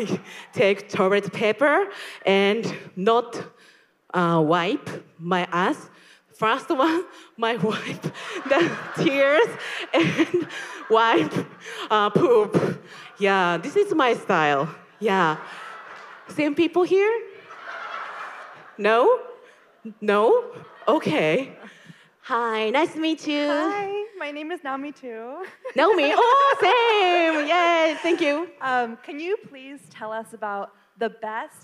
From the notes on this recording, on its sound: LIVE! Snippets from NYC & ATL. Here are snippets from the New York and Atlanta shows! We loved meeting the fans in person!